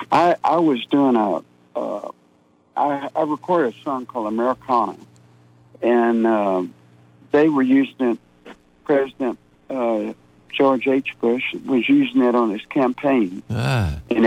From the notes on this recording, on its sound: He called in to chat